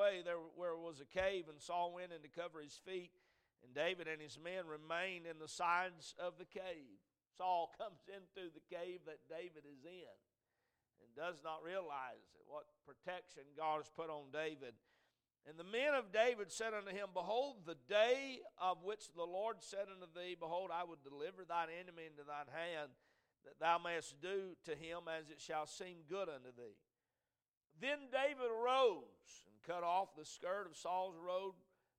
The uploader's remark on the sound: A message preached at Crossroads Baptist Church